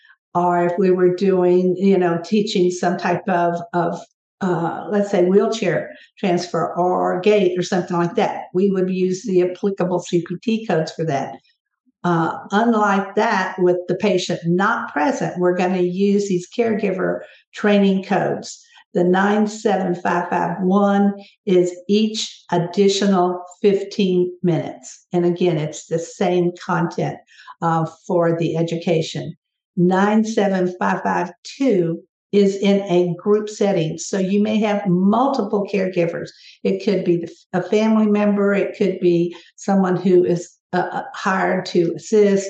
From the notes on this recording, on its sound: This episode is a recording of a recent webinar